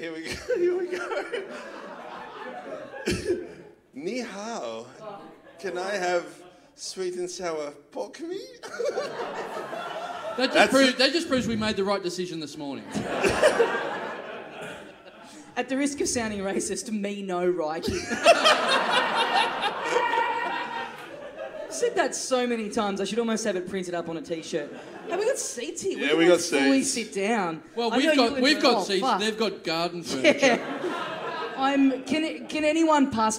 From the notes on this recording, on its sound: Recorded LIVE at The Producer's Bar in Adelaide on August 12, 2014.